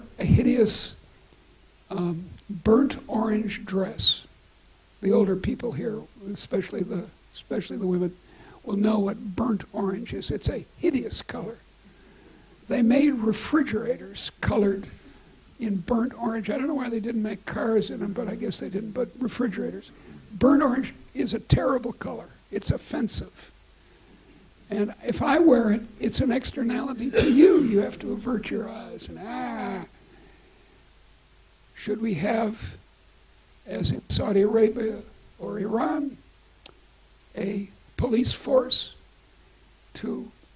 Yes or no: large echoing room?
yes